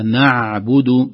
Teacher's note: جزاك الله خير. إياك نعبد، العين حرف وسطي، لا نقدر نقول أنه رخو مرة